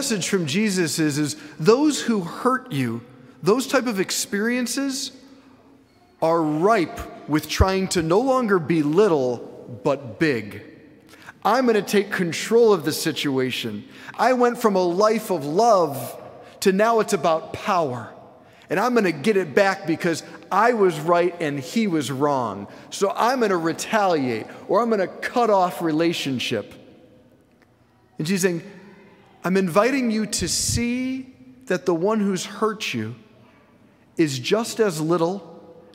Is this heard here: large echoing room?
yes